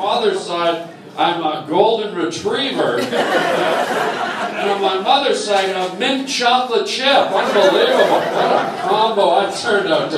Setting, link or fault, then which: setting, live audience